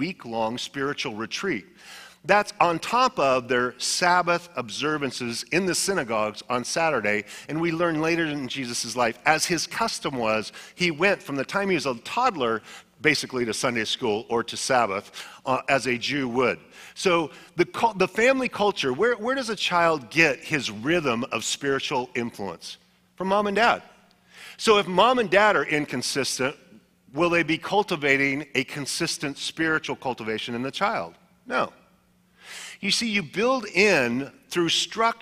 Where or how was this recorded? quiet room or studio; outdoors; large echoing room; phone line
large echoing room